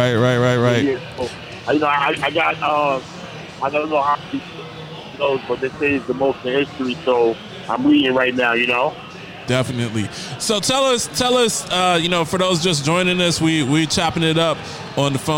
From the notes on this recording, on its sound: LIVE from Dave and Buster's.